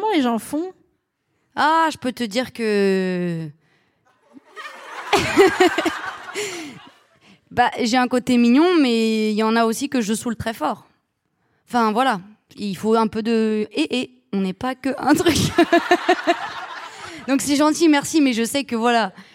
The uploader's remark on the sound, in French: Devant un public sévère, mais juste, sans aucun dentiste. Produit par Binge Audio, enregistré en février 2021 à la Scala Paris.